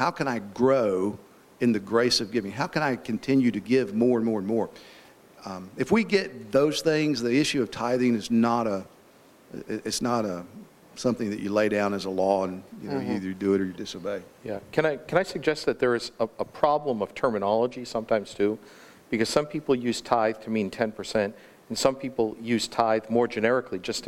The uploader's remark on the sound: This panel discussion was held on December 6, 2019 at the Founders "The Law and The Gospel" national conference in Cape Coral, Florida.